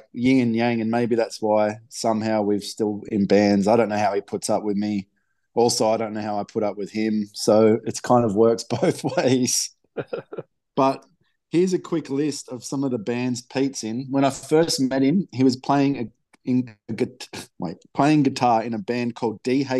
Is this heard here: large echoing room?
no